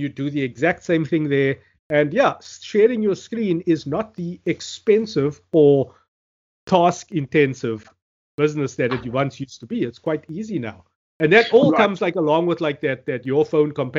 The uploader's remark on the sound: Recorded via Skype.